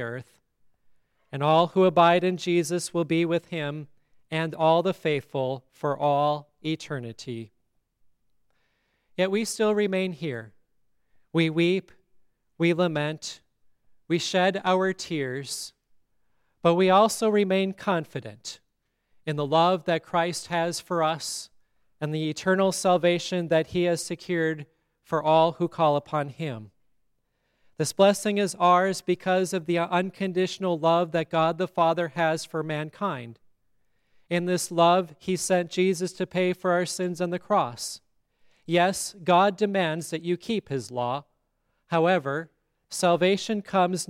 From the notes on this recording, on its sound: Listen to the funeral sermon for Shirley Bertz at Grace Lutheran Church, Lexington, MO.